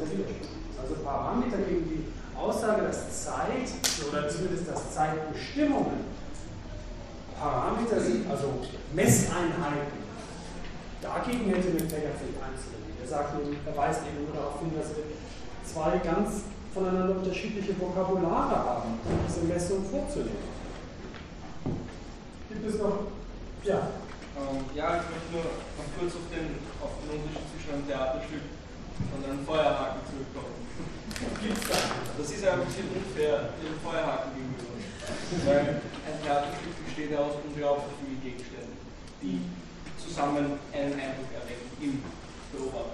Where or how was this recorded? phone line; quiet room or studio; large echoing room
large echoing room